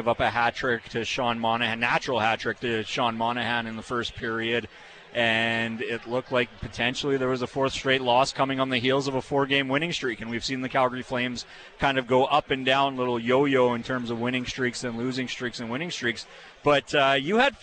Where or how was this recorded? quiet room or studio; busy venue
busy venue